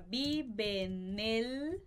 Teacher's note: Aqui a gente junta esse E de vive com en e o N com o E de en el